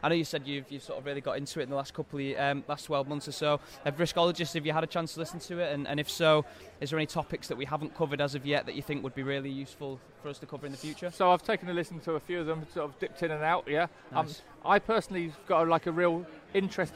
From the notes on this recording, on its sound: live from the optimise stall at Project Controls Expo UK